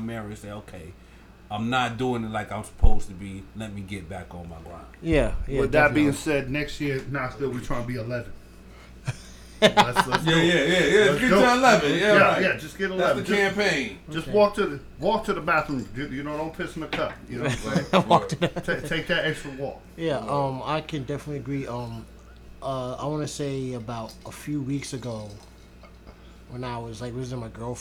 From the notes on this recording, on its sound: We are on location at the HOY!